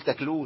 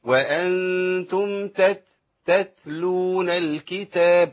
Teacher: ما جبتهاش كاف صريحه لكن في شبه الكاف · Shown in: first take